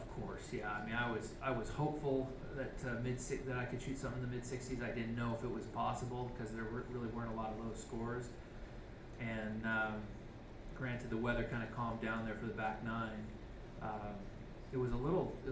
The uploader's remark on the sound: 2016 Open Championship Press Conference. At the 2016 Open Championship at Royal Troon.